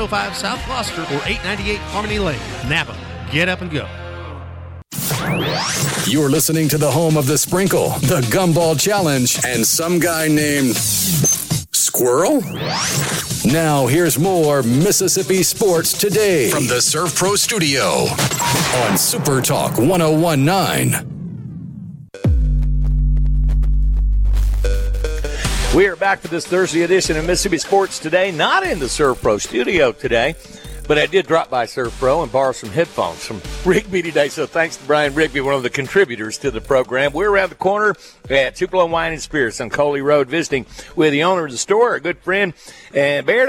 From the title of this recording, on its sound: LIVE FROM TUPELO WINE AND SPIRITS